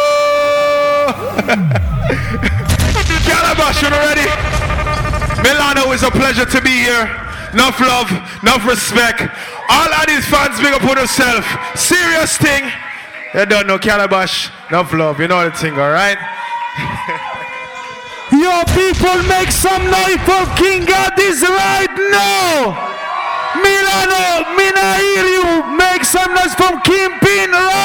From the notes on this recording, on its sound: Live In Milano, Italy.